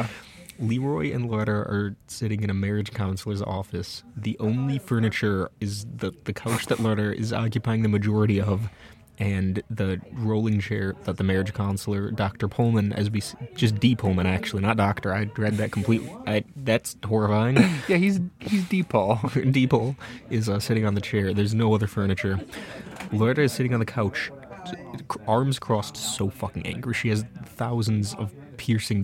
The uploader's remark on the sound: as we record from our favorite jazz club Will's